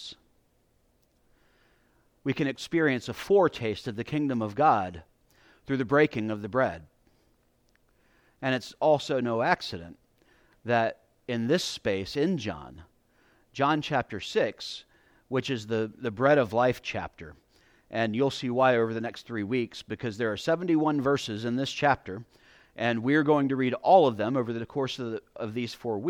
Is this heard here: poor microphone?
no